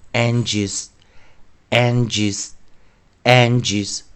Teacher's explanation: 有没有注意到这最后尾音甩出一个“E”字的音啊